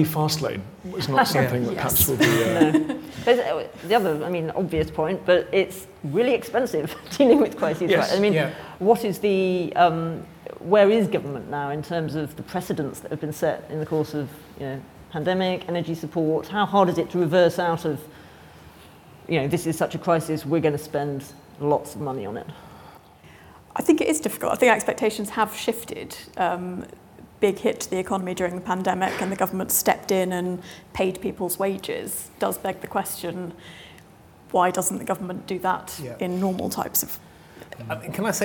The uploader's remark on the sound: Live at the IfG Conference 2023. In a special live edition.